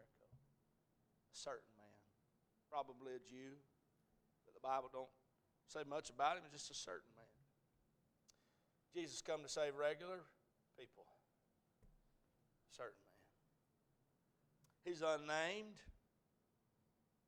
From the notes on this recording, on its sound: A message preached at Crossroads Baptist Church